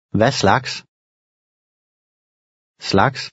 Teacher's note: A GS combination at the end of a word can sound like a KS